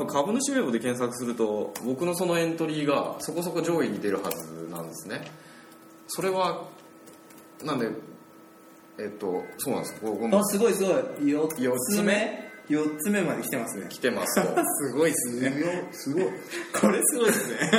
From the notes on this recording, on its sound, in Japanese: 今回は初のランチ収録